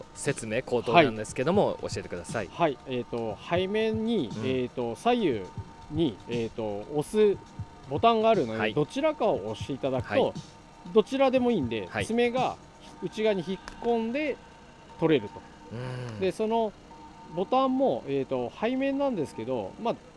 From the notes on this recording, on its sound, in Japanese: 収録地： 茨城県土浦市 霞ヶ浦総合公園。収録機材： ZOOM F3 (レコーダー)、ZOOM ZSG-1, AKG D5, C3000B（マイク）。